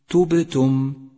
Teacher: سادسا، انظر إلى حرف الباء من كلمة تبتم، تبتم، وقد لون بالأزرق الفاتح في مصحف التجويد إشارة إلى صفة القلقلة، وهي هنا قلقلة صغرى لأنها في وسط الكلمة